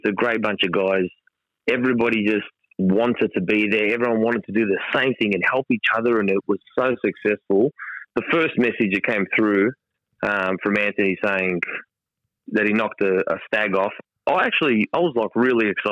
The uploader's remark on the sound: The phone calls captured during our recording session will be heard exclusively on the left side if you're using headphones or earbuds.